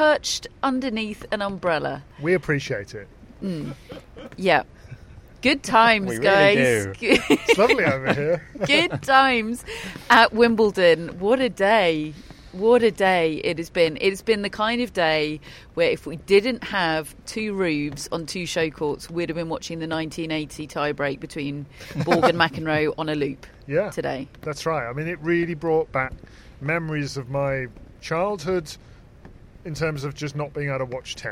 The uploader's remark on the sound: Live from Wimbledon Day 2. Rain return.